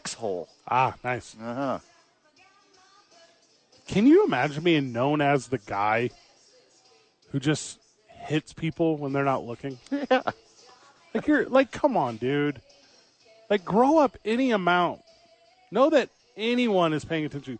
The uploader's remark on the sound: live from ABQ AXE